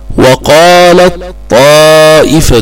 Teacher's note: أدغمت التاء في الطاء فتقول وقالت طائفة.